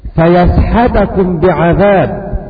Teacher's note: فيسحتكم بعذاب، بفتح الياء والتاء